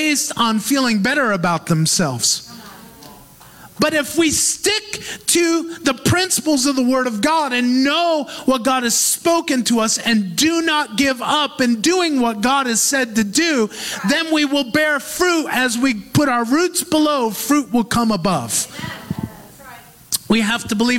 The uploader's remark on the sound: Recorded live in Move Church, Auburndale, FL, U.S.A.